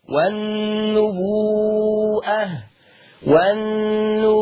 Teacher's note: قراها ورش عن الامام نافع باثبات الهمز